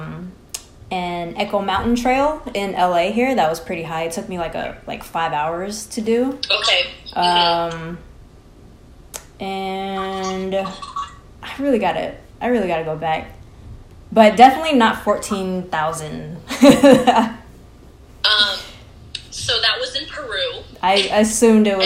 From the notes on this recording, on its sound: we got together via IG Live to record an episode